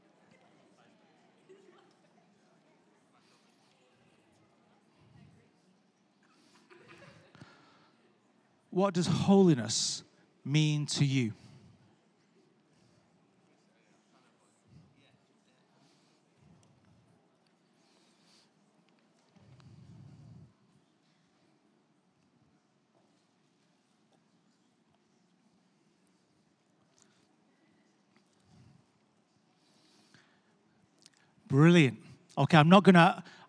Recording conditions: live audience